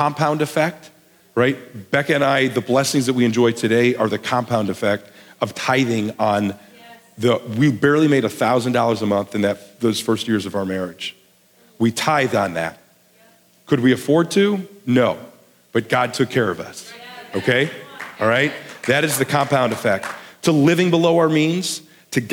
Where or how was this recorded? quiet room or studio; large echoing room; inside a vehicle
large echoing room